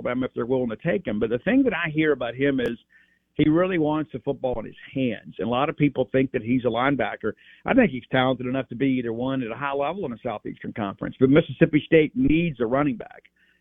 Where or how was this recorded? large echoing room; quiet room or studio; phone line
phone line